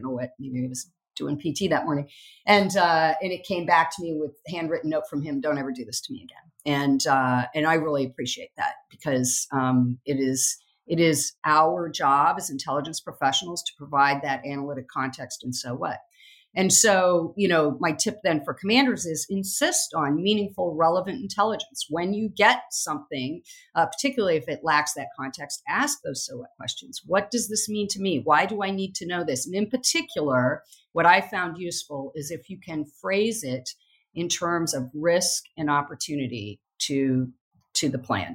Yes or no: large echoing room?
no